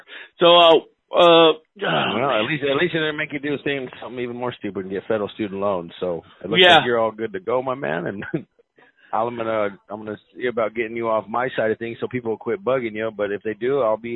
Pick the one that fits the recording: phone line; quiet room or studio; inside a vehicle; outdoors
phone line